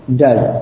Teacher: kita ucapkan huruf s pada does ini ka'annahu z, seperti mengucapkan huruf z · Term: bunyi z